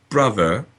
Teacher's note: The non rhotic speaker still has somewhere the notion that an R is present, but it isn't pronounced. So when they say, brother, there's an R there.